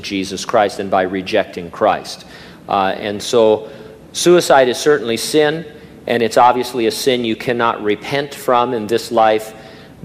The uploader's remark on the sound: During a live Q&A session at Calvary Hanford.